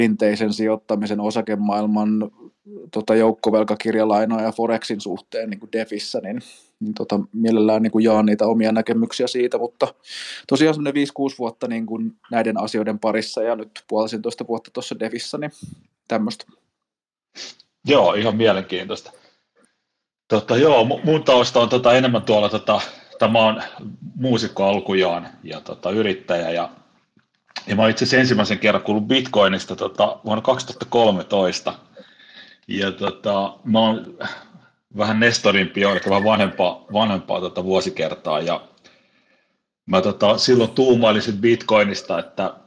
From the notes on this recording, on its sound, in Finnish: Twitter Spacen tallenteesta pystyyn polkaistu podcast